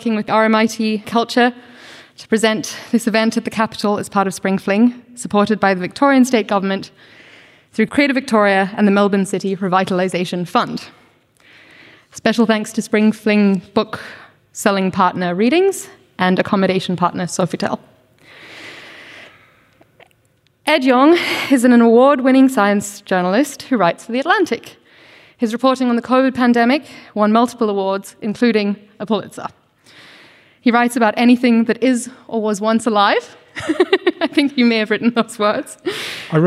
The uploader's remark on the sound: Live at The Capitol for a revelatory conversation. This event was presented in partnership with RMIT Culture. It was recorded on Saturday 14 October 2023 at The Capitol as part of Spring Fling.